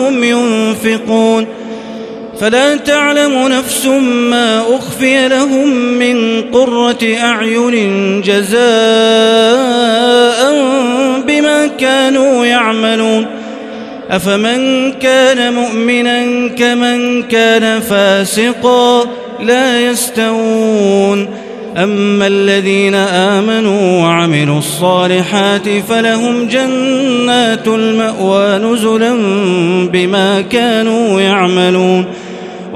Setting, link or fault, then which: setting, large echoing room